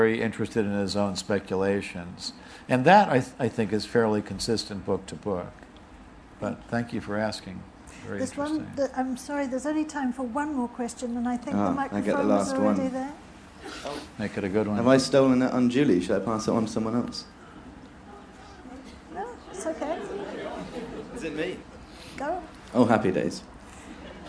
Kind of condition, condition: setting, live audience